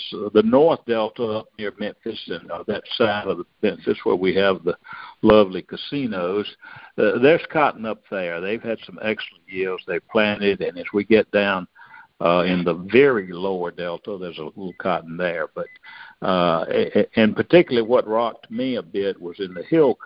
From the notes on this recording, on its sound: Monthly Cotton Conference Call